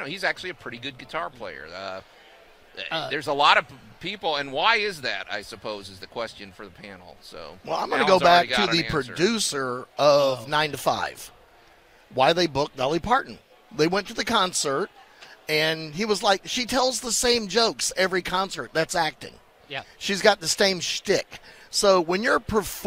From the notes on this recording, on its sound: Live From The Agricenter.